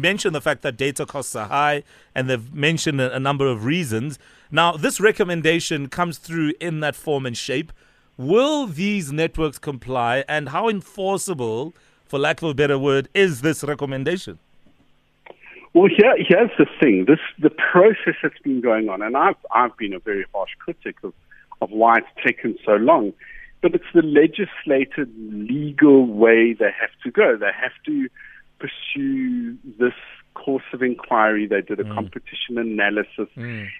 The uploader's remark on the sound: INTERVIEWEE VIA PHONE